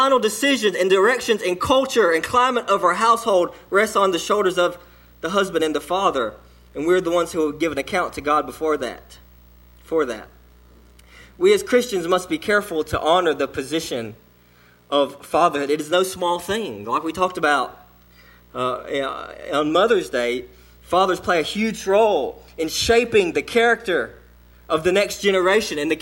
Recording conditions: large echoing room